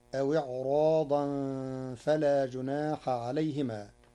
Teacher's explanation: قرأ ورش كلمة إعراضا بتفخيم الراء كحفص لوقوع حرف الاستعلاء بعدها